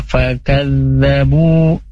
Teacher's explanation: huruf fa makhrajnya itu bibir bagian bawah ya, bertemu dengan gigi seri atas